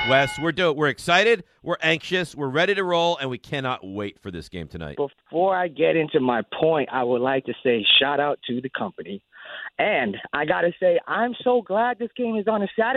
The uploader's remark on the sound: a TON of your calls